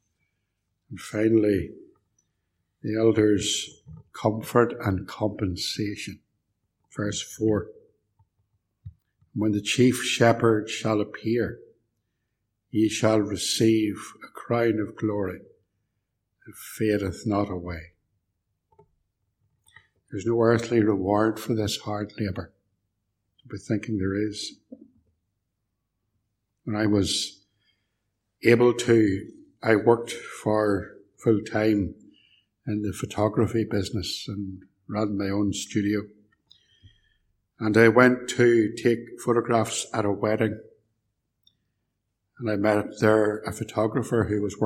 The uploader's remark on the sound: preached at Templepatrick Reformed Church